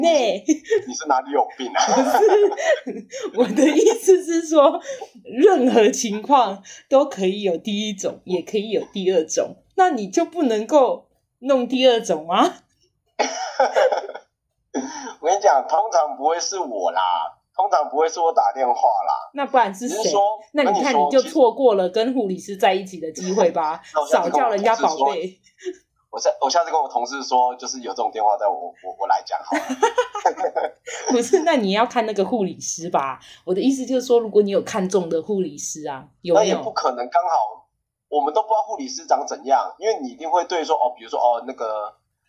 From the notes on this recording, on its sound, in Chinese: 線上錄音